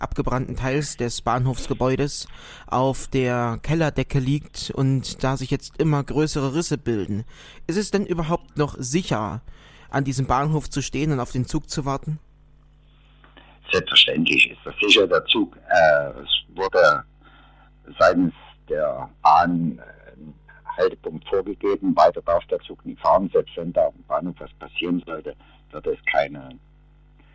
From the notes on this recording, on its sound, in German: Ich bitte die schlechte Tonqualität zu entschuldigen. Ich hatte erschwerte technische Bedingungen.